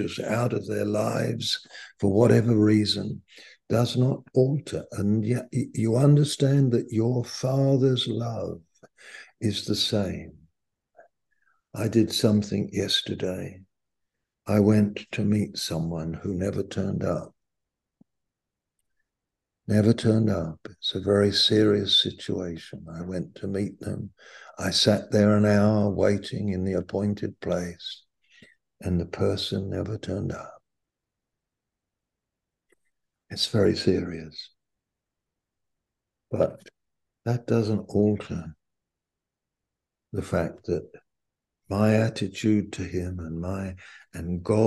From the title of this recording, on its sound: Malaysia Meets (Zoom)